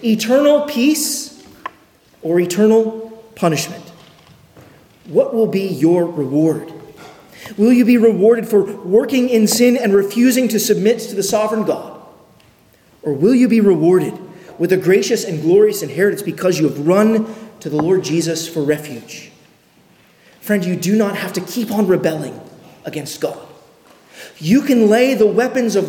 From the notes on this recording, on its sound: at Arlington Baptist Church in Arlington, Virginia